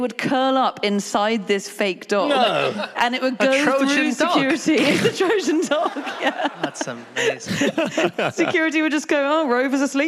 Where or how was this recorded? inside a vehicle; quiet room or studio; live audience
live audience